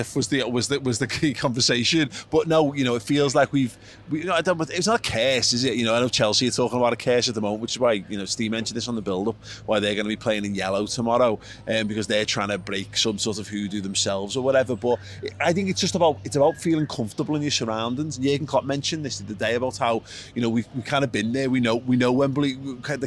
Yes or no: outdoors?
yes